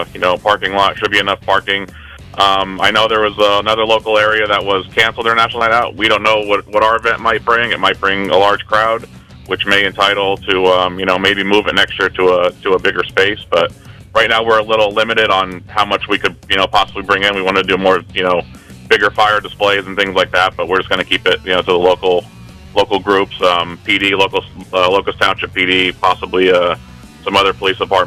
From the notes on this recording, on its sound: Called in to talk all about it.